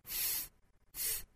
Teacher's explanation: 首先 th 是舌头要伸出口腔外头哈，去摩擦上排的牙齿发 th